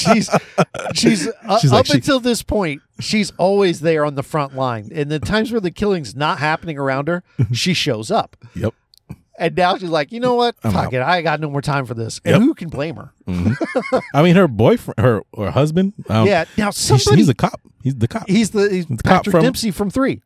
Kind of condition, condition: setting, inside a vehicle